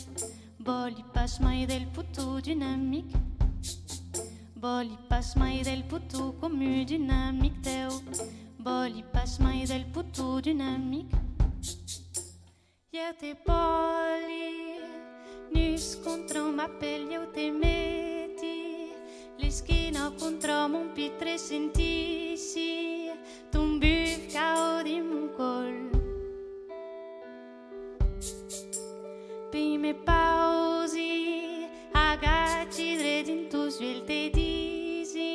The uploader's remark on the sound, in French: En live Le Petit Faucheux.